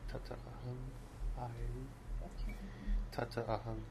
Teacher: It's a combination of Tata, which means there, and Ahang, meaning I. So by Sandhi, the two A's come together to make a long A